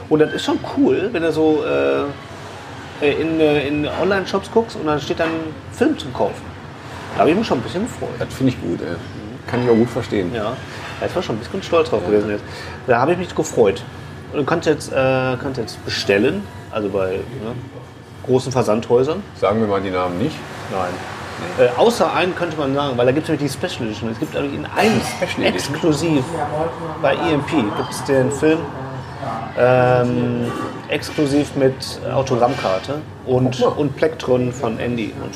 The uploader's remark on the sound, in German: Diesmal auch mit besonders atmosphärischen Ton :-) Erika´s Braterei in Mülheim/Ruhr